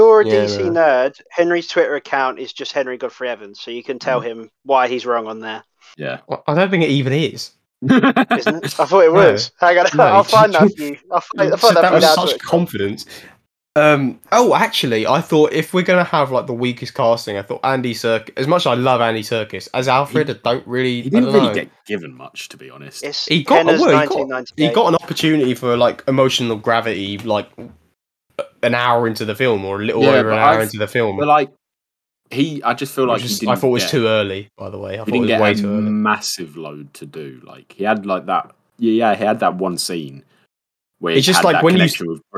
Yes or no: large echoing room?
no